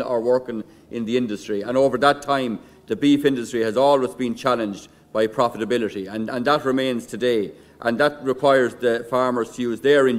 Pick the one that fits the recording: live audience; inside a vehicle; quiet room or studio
live audience